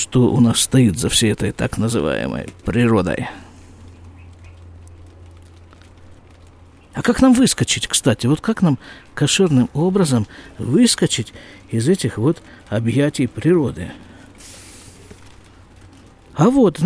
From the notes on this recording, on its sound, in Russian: Запись из сукки.